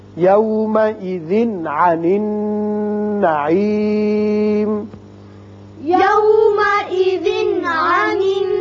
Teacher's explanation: يومئذ تنوین کے بعد عین ہے، یہاں اظہار حلقی ہوگا